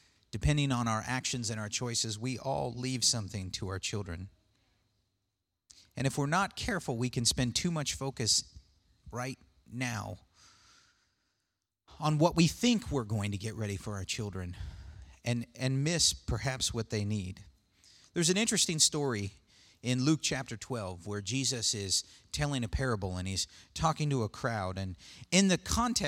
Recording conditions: large echoing room